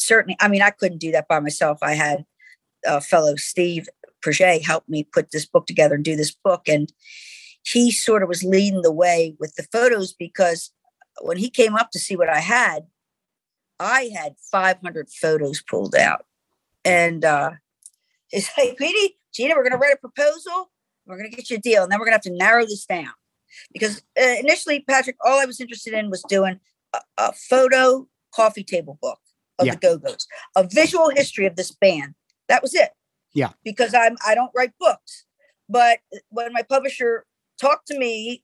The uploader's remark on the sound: to the Zoom Room